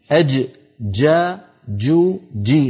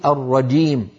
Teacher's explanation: الجيم الفصيحة من وسط اللسان وصوتها شديد · Shown in: first take · لا تستعملي طرف اللسان في مخرج الدال حتى لا تخرج معك الرجيم.